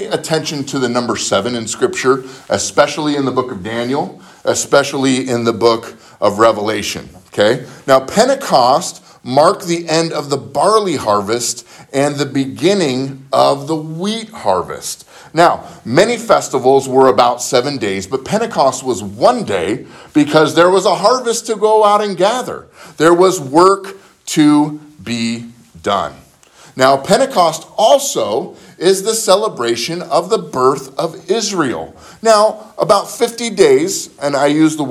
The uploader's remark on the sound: spoken at Living Word Lutheran Church in Graham Washington